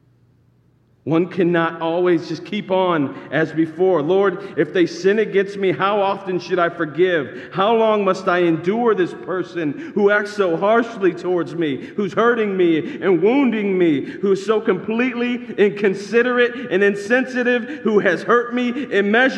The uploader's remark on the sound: This sermon is actually delivered as a part of an actual church service.